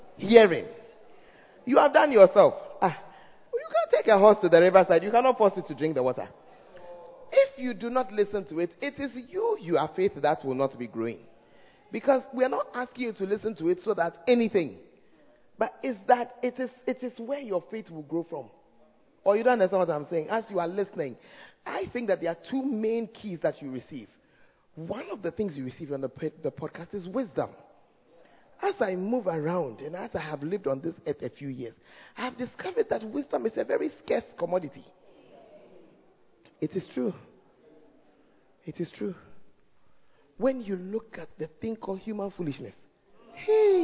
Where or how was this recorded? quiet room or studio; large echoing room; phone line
large echoing room